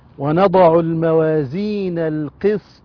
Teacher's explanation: الطاء مفتوحة نقف عليها بالسكون، نقف عليها بالسكون، وإذا سكنت الطاء كانت من حروف القلقلة، فنقول طاء ساكنة مقلقلة.